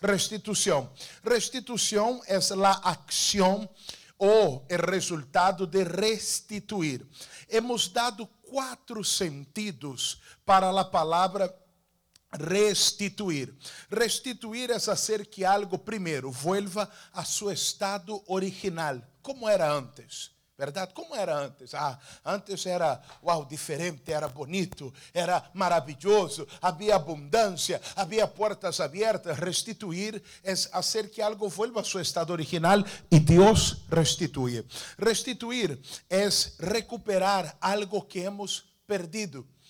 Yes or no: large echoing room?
yes